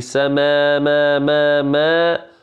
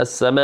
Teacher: لماذا؟ لأنه كل مد طبيعي يكون وراءه همزة همزة قطع أوئي همزة قطع يمد مدا قدره أربع حركات · Term: مد متصل